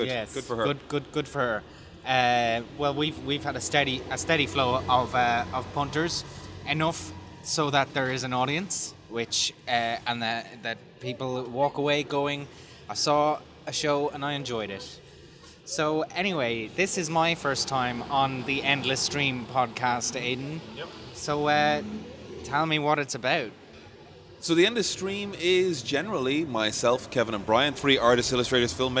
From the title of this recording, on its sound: Live From The Royal Mile